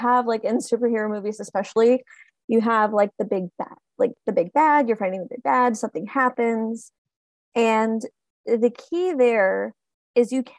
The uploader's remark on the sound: Recorded this using Zoom again, so audio may not be of the best quality, but they assure you it was the best option they could find for free.